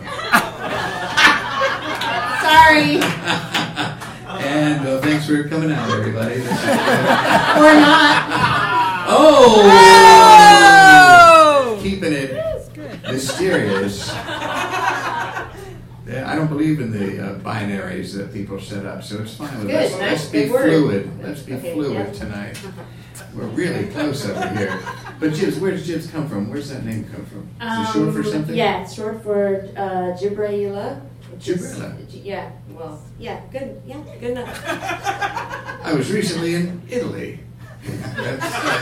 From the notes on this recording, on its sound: A gigantic live show at Brooklyn’s Union Hall.